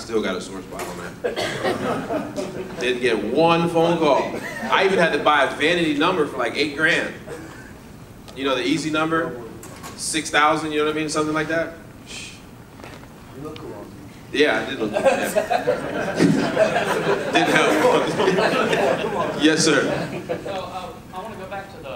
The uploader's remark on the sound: Real Estate RoundUp LIVE Keynote 2019.